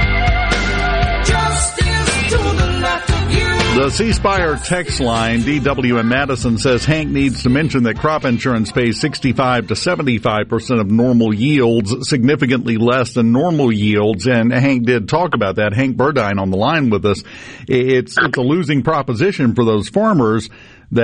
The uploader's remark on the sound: joins the conversation by phone